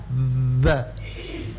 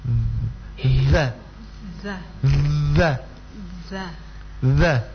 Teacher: Ini tempat keluarnya itu lidah, ujung lidah kita itu menempel di belakang gigi atas. · Term: huruf zai